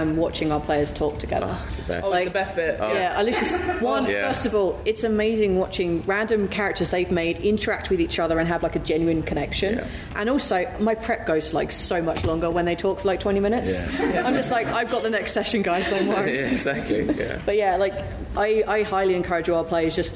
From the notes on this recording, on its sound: MCM Comic Con London 2023. A live recording of the panel. Please note - due to the live nature of this recording, the audio levels may vary.